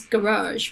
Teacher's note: I think the US is garage, right, with the second syllable stress